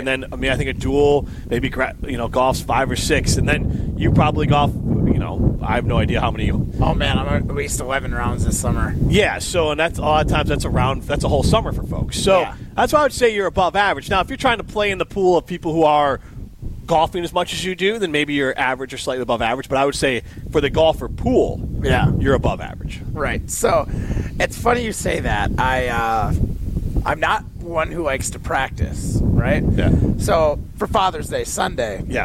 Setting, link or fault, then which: setting, outdoors